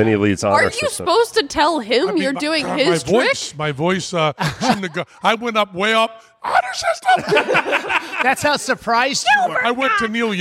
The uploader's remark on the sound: On stage for a surprise live performance, & backstage.